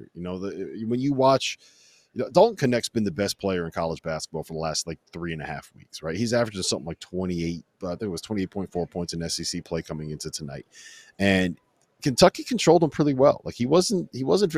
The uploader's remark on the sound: LIVE from Rupp Arena, Chapel Hill, AND Phog Allen! LIVE from arenas around the country.